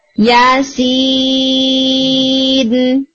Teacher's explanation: سین کو سٹرچ کریں گے فار اباؤٹ سکس حرکہ، لیکن یا کو نہیں کریں گے، اونلی فار ٹو حرکہ. یا سین، سم ٹائمز اسٹوڈینٹس یا کو بھی لمبا کرے ہوتے ہیں، تو بی کیئرفل کہ یا صرف ٹو حرکہ تک جائے گا، سین جو ہے وہ آپ کا سٹرچ ہونا چاہیے. · Term: مد لازم